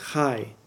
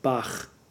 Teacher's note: The underlined H is pronounced with a guttural sound, like bach, and the vowel is like I.